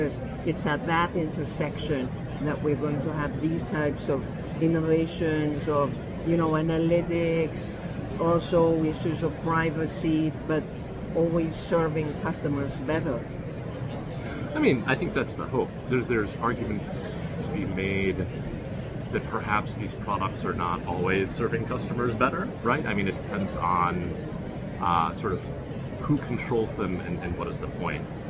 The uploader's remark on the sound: at the First physical Fintech event in Amerstdam Money2020